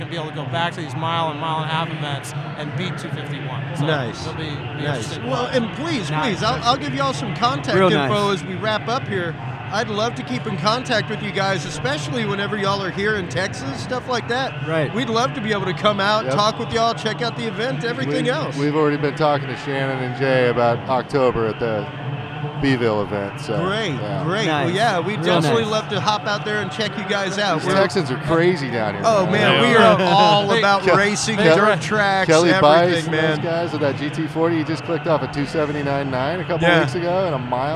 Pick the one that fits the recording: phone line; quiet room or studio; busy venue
busy venue